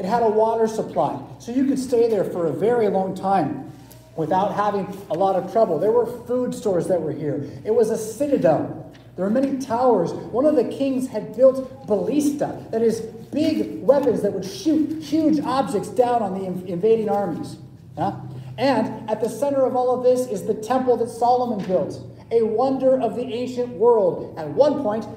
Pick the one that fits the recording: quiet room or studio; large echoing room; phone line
large echoing room